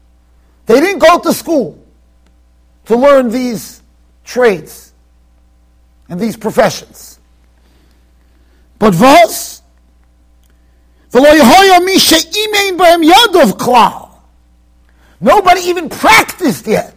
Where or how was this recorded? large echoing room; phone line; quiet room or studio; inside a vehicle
large echoing room